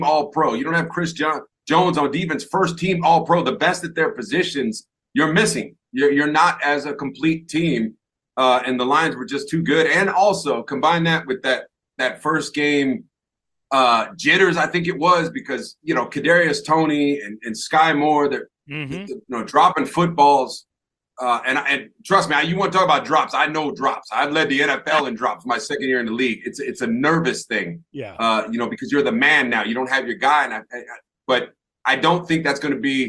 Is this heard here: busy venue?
no